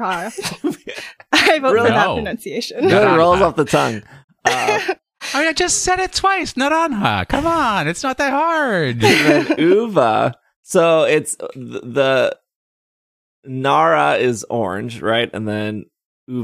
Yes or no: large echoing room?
no